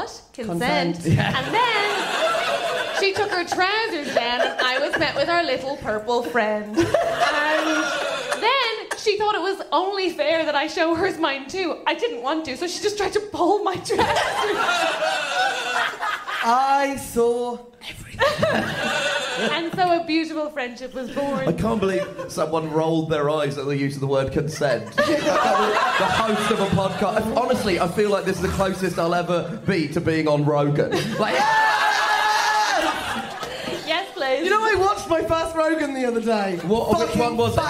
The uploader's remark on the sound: This was such a fun and special live recording, recorded at the lovely Monkey Barrel right towards the end of last year's festival.